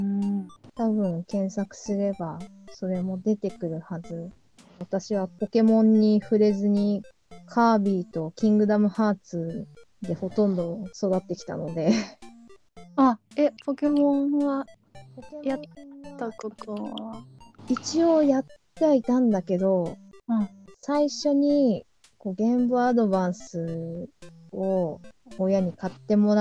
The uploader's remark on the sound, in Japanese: 音声が終始乱れております